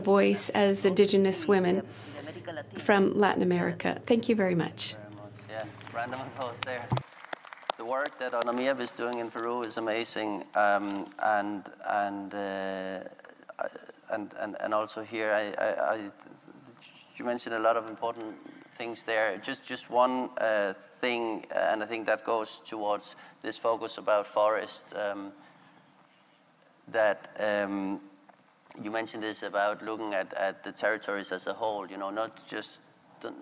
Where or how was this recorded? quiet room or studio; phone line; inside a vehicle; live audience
live audience